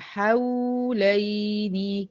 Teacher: يبقى كده الواو والياء في كلمة حولين فيهم زمن الرخاوة، ولازم برضو يبان في أدائي وقراءتي إن أنا في تسوية بين الأزمنة المتطابقة، هنا دي رخاوة ودي إيه رخاوة.